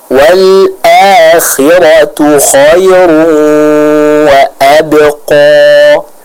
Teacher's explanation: Adapun untuk kha yang fathah, maka harus disempurnakan ketebalannya.